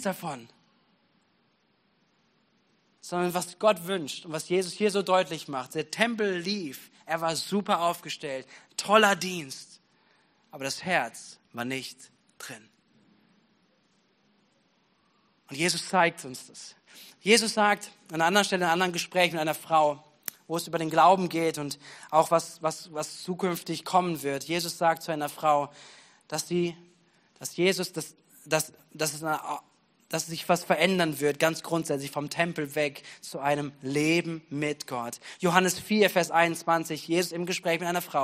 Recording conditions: large echoing room